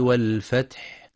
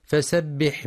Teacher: وفي سورة النصر بسم الله الرحمن الرحيم إذا جاء نصر الله والفتح ورأيت الناس يدخلون في دين الله أفواجا فسبح بحمد ربك واستغفره إنه كان توابا. ينتبه القارئ لهمس الحاء في والفتح وبيان همس ورخاوة الحاء أيضا في فسبح، كما يراعى إعطاء حرف السين صفة الصفير والرخاوة في فسبح، والحذر من قلقلة الحاء الساكنة بل يجرى فيها الصوت والنفس، كما ينبغي بيان الهاء في واستغفره عند الوقف بجريان النفس أي الهمس.